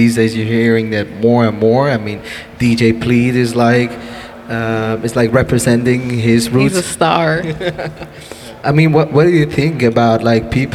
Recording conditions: busy venue